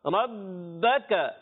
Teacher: را کو پر کریں گے با مشدد تھوڑا جماؤ کے ساتھ